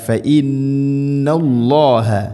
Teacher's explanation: ഫഇന്ന നൂന് ശദ്ദുണ്ട്, മണിക്കണം. ഫഇന്ന ഗുന്നയുടെ ദൈർഘ്യം അഥവാ മണിക്കൽ ആ ശബ്ദത്തിൻ്റെ നീട്ടേണ്ട ദൈർഘ്യം എന്ന് പറയുന്നത് രണ്ട് ഹർക്കത്തിന് തുല്യമായിട്ടാണ്.